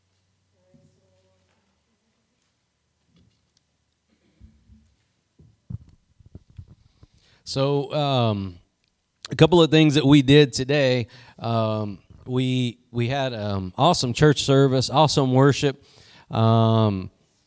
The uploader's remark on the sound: Preached at Gospel Lighthouse in Bossier City, La.